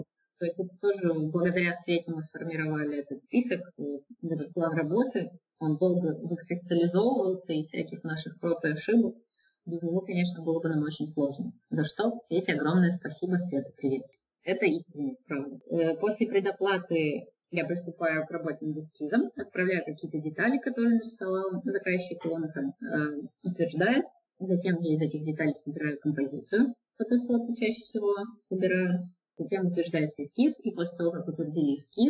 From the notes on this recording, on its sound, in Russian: качество записи немного отличается от обычного